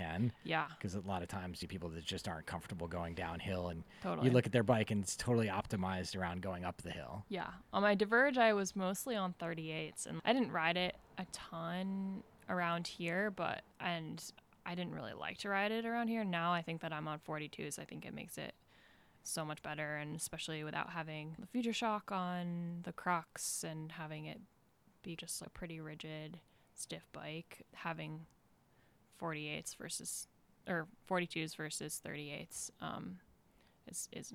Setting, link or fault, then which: setting, outdoors